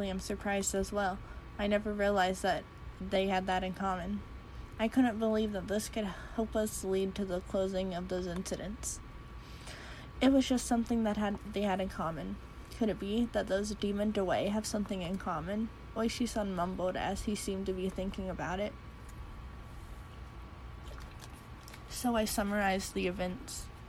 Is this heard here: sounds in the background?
yes